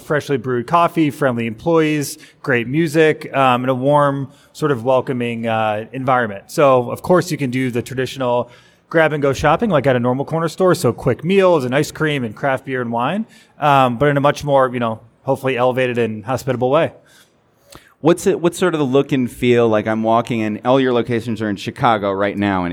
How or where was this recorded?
live audience